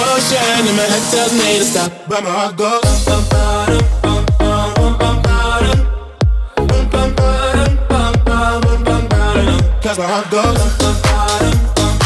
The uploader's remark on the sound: This live wedding mix was recorded